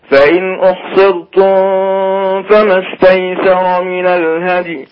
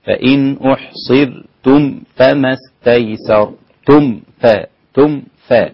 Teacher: فمش هنخفي الميم في الفاء، ده بالعكس انت هتظهر إظهار شفوي · Shown in: second take